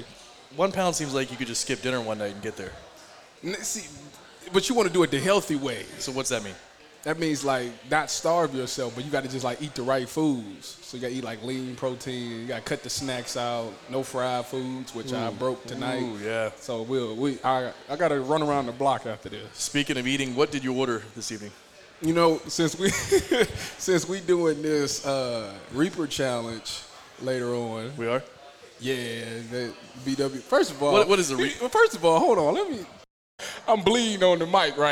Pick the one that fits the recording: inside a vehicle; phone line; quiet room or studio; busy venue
busy venue